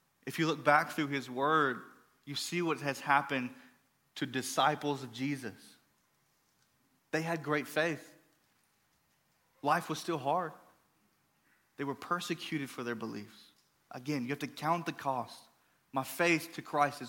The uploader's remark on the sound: Recorded from the LifePoint Church Stewarts Creek Campus in Smyrna, TN.